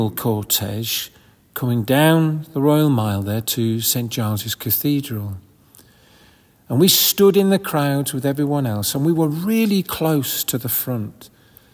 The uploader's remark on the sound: This audio recording was taken at the 10:30 Communion Service, on February 11th 2024 in St Margaret's Church, Hawes. This audio recording was taken at the 10:30 Communion Service, on February 11th 2024 in St Margaret's Church, Hawes.